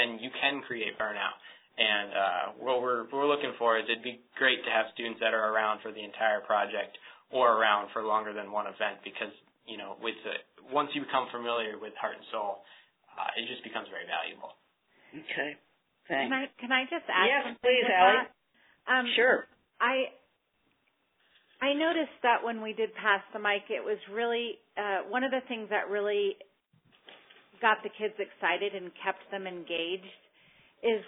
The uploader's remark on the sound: On this call recording